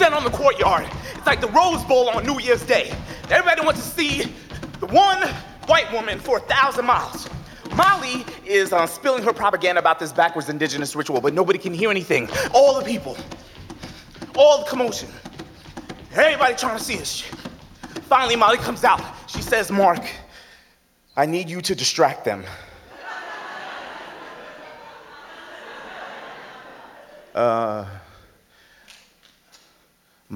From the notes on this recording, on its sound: To the stage for our first ever LIVE show! Rock San Francisco’s Brava Theatre.